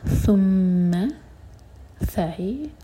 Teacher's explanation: سین کی آواز نہ ہو